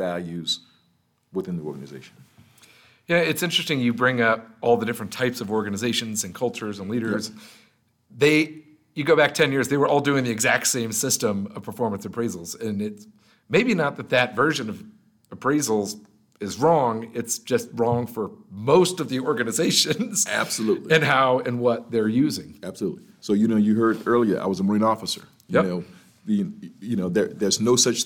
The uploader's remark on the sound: Recorded live at the Quartz Network HR Summit in Denver Colorado!